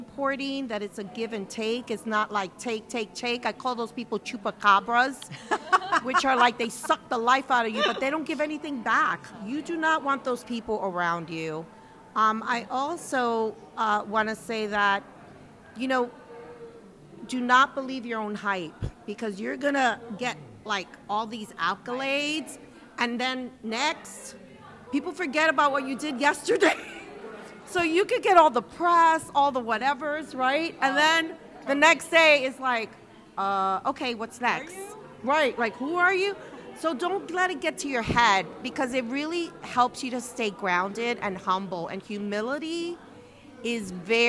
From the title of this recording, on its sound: Live From The Edison Hotel Times Square